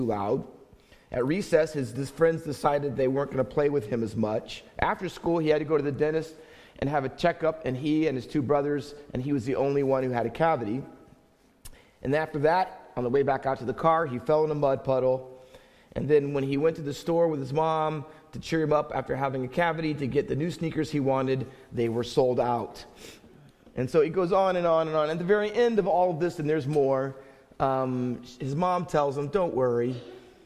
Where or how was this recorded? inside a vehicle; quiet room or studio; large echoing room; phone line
large echoing room